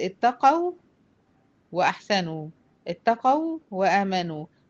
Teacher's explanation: الواو بتاعت اتقوا شايفة منطوقة ازاي؟ بتخرج من الشفتين اهو، لأنها واو ساكنة وما قبلها مفتوح. وأحسنوا واو مفتوحة، حصل هنا فعلا ادغام مثلين صغير.